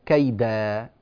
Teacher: تنوين فتحتين في آخر الكلمة، إذا وقفنا عليه نقلبه ألفا بمقدار حركتين · Term: مد العوض